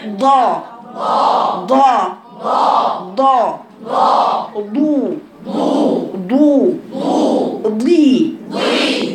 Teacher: الدال المفخمه قدام، لكن مخرج الضاد ده ورا